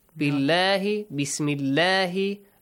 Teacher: That if you have a kasra sound before the word Allah or Allahumma, the letter lam in the word Allah or Allahumma will be pronounced lightly with an a sound